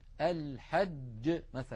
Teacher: أما ما نسمعه في كثير من العاميات المعاصرة، أج جا جو جي، هذه جيم رخوة، جيم هي ولكنها ليست الجيم الفصيحة المنقولة لنا في التلاوة القرآنية. الجيم التي نقلت لنا من تلاوة رسول الله صلى الله عليه وسلم والعرب المعاصرين له جيم شديدة، الحج، ولا نقول الحج، هذه لا تصح أبدا.